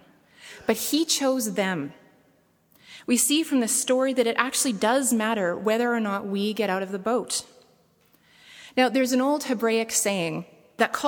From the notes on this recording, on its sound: preached at saint benedict's table on January 22, 2017